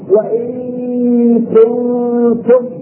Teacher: النون مع الكاف قريبه من الاظهار